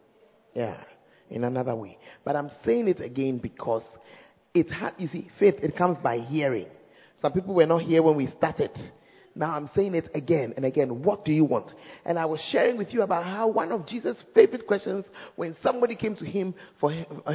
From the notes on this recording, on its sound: Preached At The First Love Center, Ayeduase (Times of Refreshing Service)